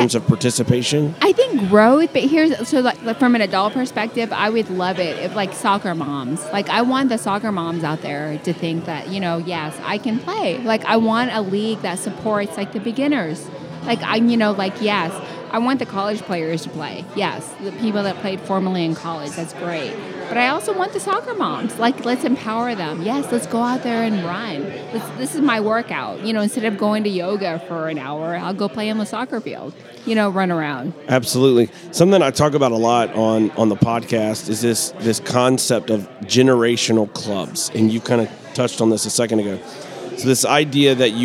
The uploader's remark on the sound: Live at the Bar of the US Soccer AGM